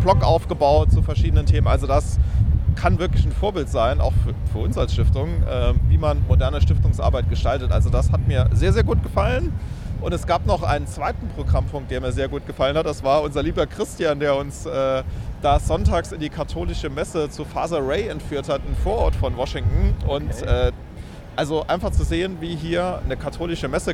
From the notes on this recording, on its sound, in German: Live aus den USA. Der Podcast wurde am Times Square aufgezeichnet.